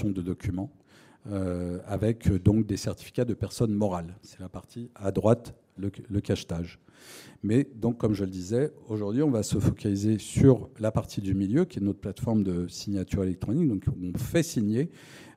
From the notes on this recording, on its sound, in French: Une conférence des RDV des Transformations du Droit - 7ème édition, le 5 octobre 2023.